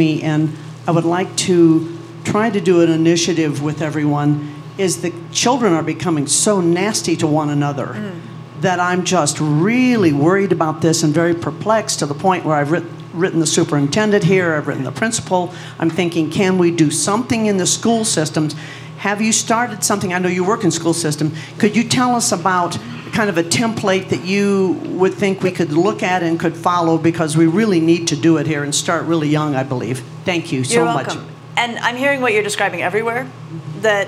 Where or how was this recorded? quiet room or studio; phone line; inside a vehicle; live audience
live audience